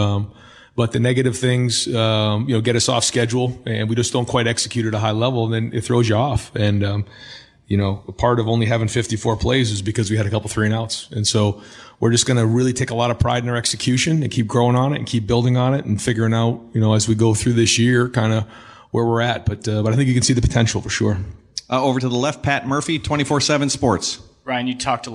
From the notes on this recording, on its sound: During this news conference.